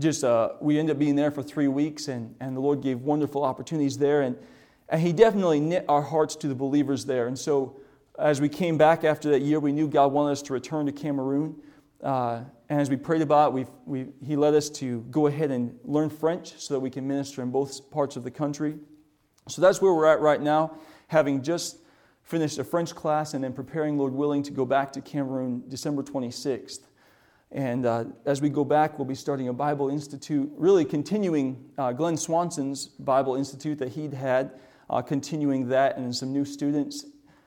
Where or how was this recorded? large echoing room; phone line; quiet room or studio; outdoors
large echoing room